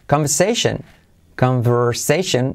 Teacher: La R no se pronuncia.